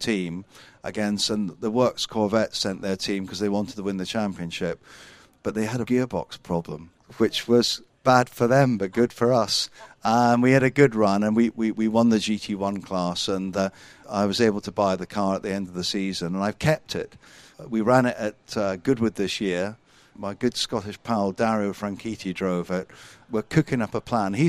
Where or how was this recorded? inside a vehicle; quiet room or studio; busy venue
busy venue